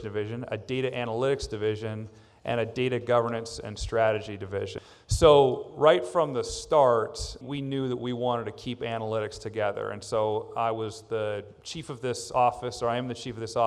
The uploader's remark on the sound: On this episode, we present a Federal News Network-moderated panel of agency chief data officers at ATARC’s GITEC Summit in Annapolis, Maryland.